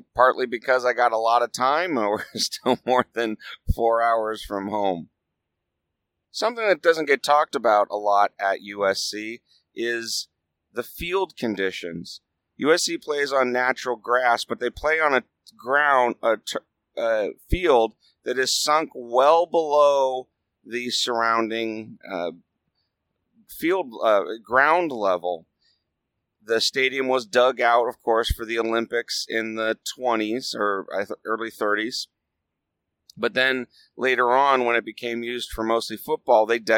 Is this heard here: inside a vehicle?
yes